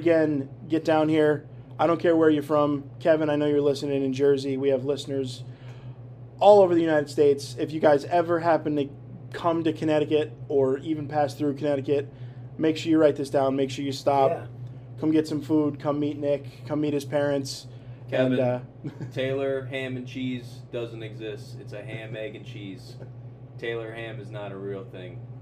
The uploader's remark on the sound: Take a trip to Undergrounds Record Cafe. He shows us his restaurant and cooks us each an item from the wide-ranging menu.